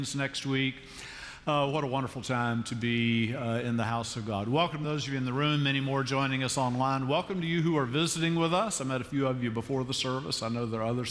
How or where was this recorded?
large echoing room